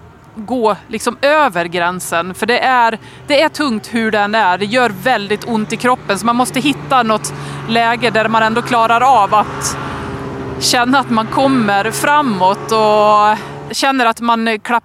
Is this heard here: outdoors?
yes